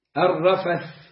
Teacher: الرفث فيها ثاء، والثاء دي فيها اخراج طرف اللسان